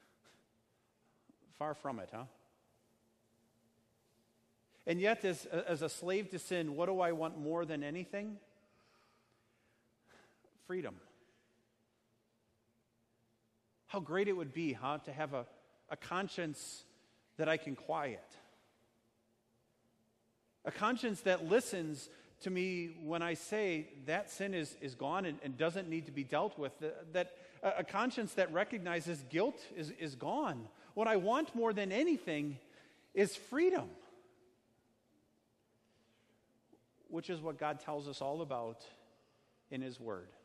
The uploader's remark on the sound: Sermon preached at Our Savior Lutheran Church in Birmingham, AL.